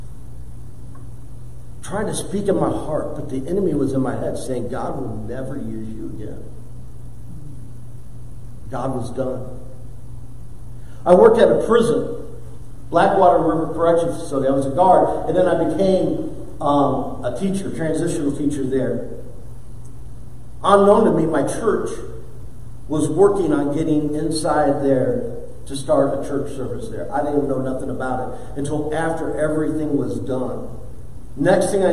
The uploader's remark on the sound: preached for the first time in church